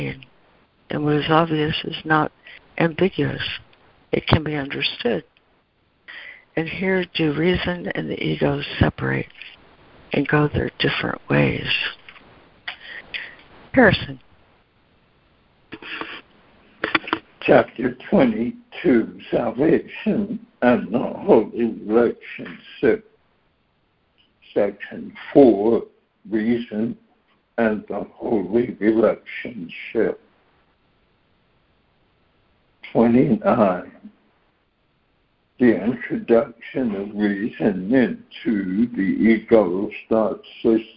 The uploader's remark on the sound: ACIM Daily Conference Call